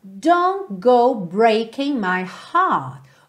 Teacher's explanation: O T do don't, Assim como o G do breaking não são ouvidos, então você tem don't go ao invés de don't go, ok?